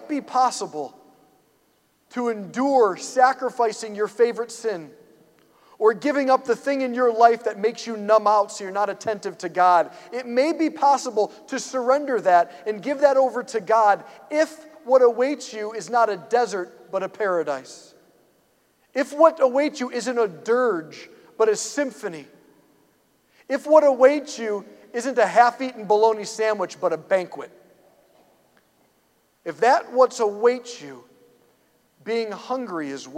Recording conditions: large echoing room